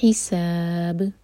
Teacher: بی غیری، را کے نیچے کسرہ تو را باریک. حساب، ہا کے حلق سے، اور سین پر وسل ساؤنڈ، اور سا چار حرکہ لمبا ہوگا، یہ مد عرض للسکون، اور با پر قلقلہ.